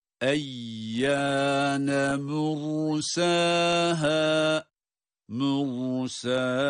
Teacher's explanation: Ra kalın, sin ince tabii ki medleri var.